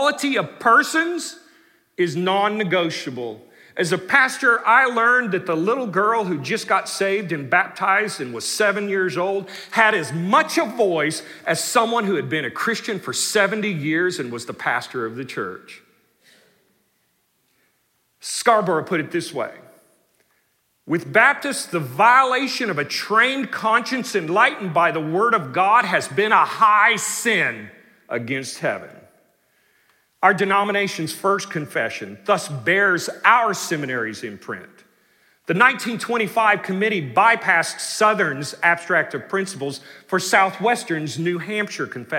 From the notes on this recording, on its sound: delivered the Founder’s Day Address in #SWBTSChapel on March 9, 2023.